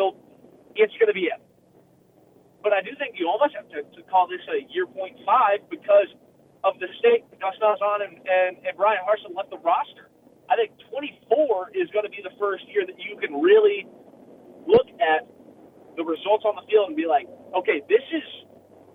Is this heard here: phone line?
yes